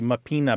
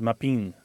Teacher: a lot of times that final syllable or that final vowel disappears through a process called lenition · Shown in: second take · So what might be mapina becomes mapin, because the A is just kind of not really fully said.